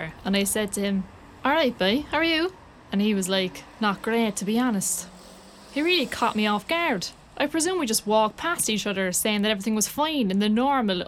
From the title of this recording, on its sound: Walk & Talk